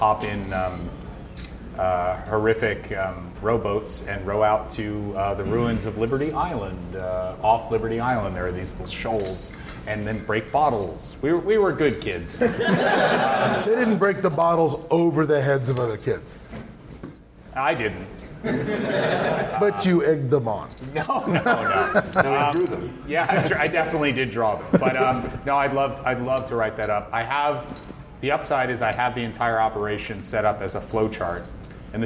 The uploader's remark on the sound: Delta Green at Gen Con 2018. Q&A with the audience.